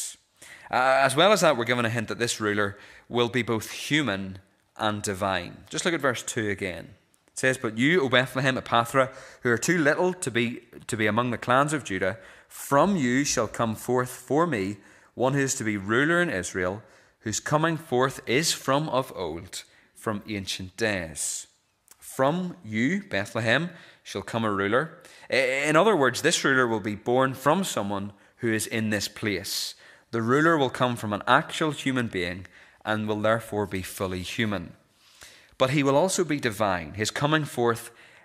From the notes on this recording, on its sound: This is the recording of the Bible reading and sermon from our evening service on Sunday 17th December 2023.